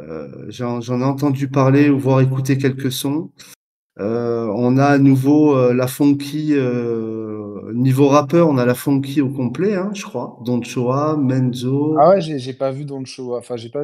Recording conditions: video call